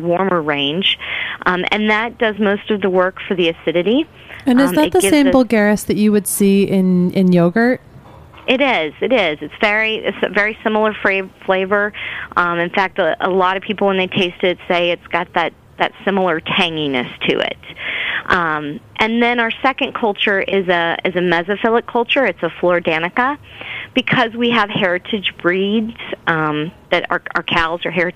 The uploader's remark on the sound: on the phone